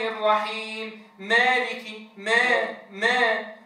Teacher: جعلها قريبة من الياء ممالة. هذا من الأخطاء التي تقع في نطق حرف الألف، لأن هذه الإمالة ليست في موضعها.